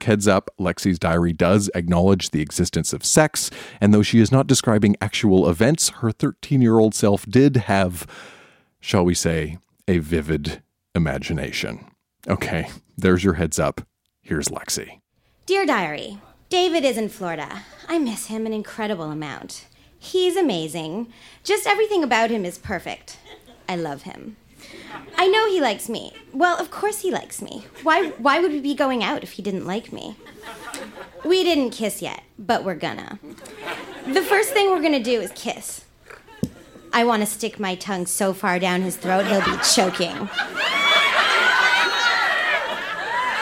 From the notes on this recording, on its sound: Recorded live at La Vitrola in Montreal, QC.